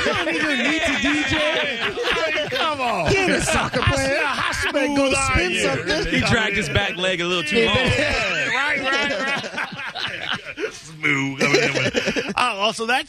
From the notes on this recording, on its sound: This Is What The Bone's Barber Shop Sounds Like.